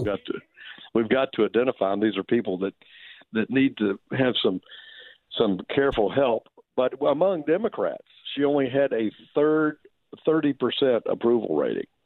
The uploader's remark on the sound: phoned